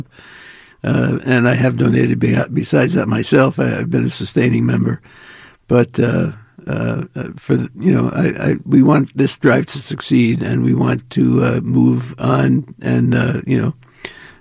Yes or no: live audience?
no